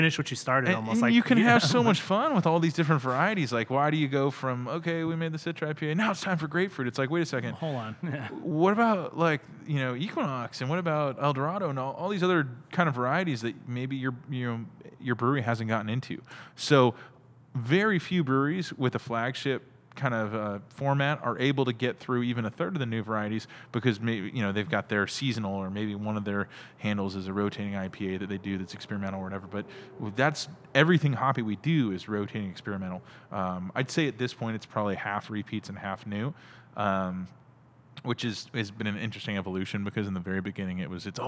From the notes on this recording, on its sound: We recorded this episode at CellarMaker Brewing